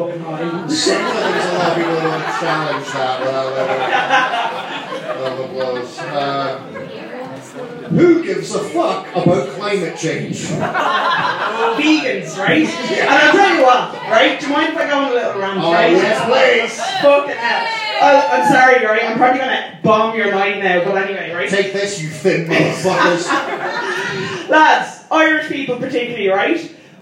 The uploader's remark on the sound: Live in Dublin